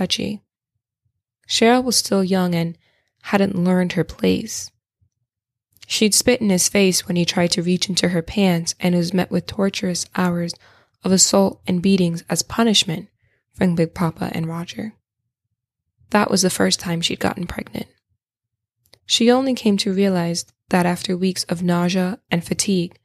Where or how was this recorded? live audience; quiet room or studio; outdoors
quiet room or studio